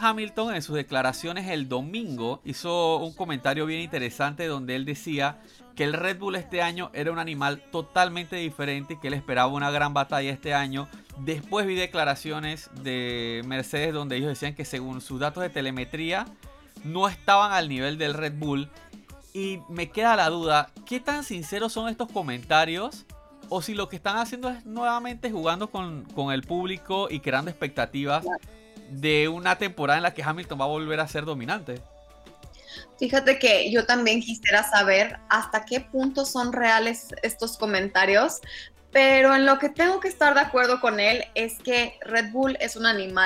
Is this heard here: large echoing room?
no